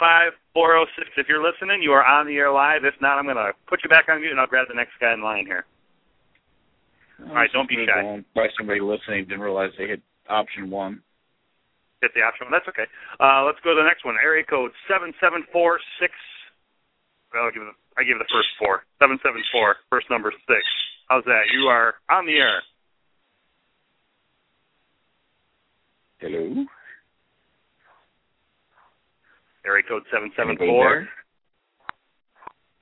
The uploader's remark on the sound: Live Vendor Call In radio show